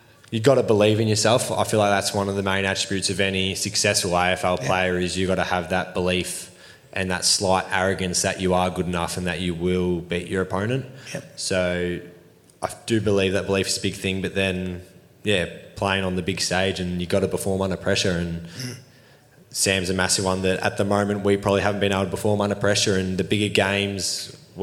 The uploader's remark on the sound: That's Good for Footy panel show LIVE from the Mulgrave Country Club In Wheelers Hill.